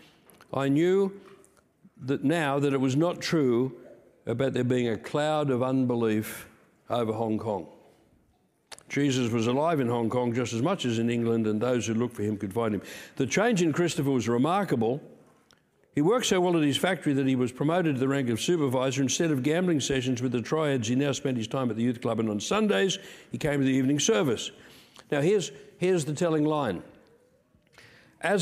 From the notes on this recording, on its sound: Peace Christian Church, Rockhampton Qld.